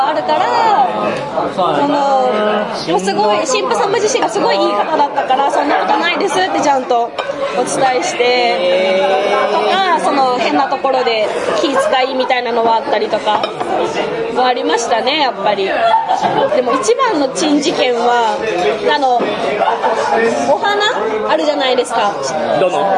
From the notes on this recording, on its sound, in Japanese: 店内収録のため、騒音雑音が激しく入っております。